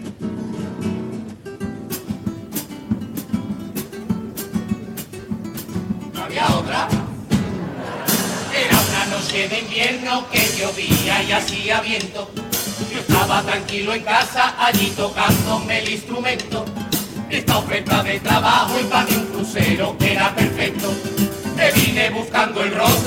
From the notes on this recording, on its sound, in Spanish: En directo desde el Gran Teatro Falla de Cádiz. Concurso Oficial de Agrupaciones Carnavalescas del Carnaval de Cádiz 2024 en Onda Cero Cádiz.